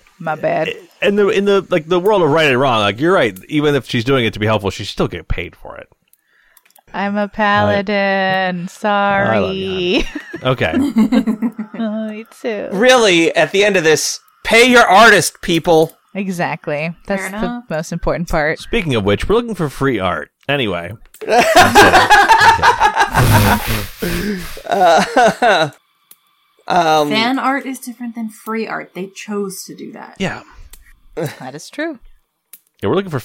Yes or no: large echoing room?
no